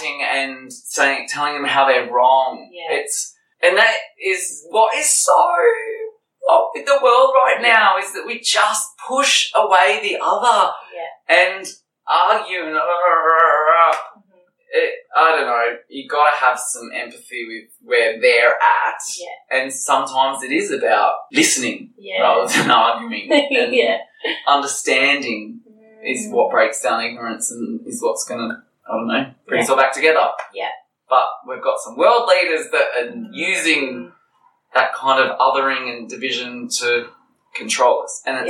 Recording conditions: poor sound quality